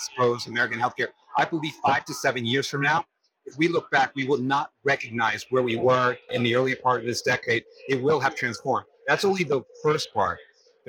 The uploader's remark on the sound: it’s an Interview in Action live from HLTH